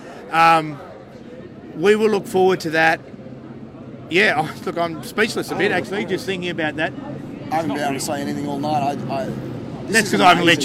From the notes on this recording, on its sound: The Greenhouse Live was on location at Canberra Stadium